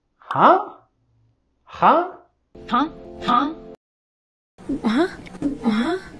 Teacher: la primer h lo pronunciamos, pero la h al final es silencioso